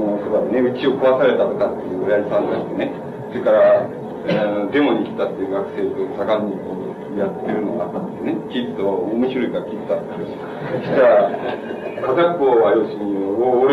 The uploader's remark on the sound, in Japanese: 主催：國學院大学文芸部 共催・國學院大学文化団体連合 場所：国学院大学412教室。校内放送をはじめ周辺のノイズが 多く入っており音質はよくない。質疑応答も途中で切れている。